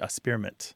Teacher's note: some people kind of skip the K sound and they say a-spearment